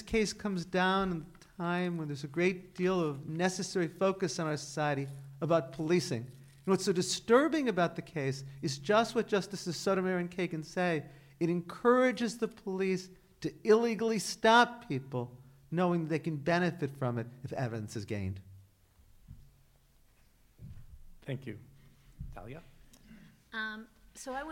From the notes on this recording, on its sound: UCI Law's 6th annual event. Drew a record crowd in person (more than 800 RSVPs!), and hundreds more online via live webcast.